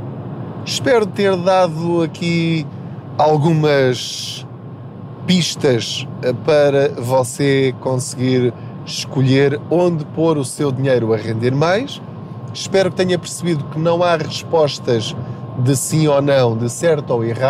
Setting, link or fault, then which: fault, background noise